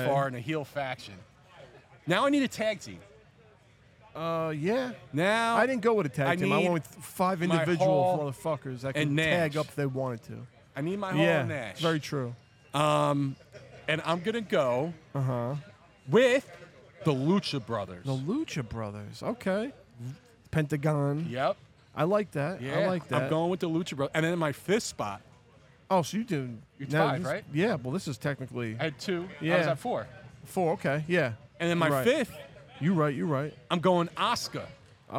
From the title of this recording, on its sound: Live From The Premier Wrestling Showcase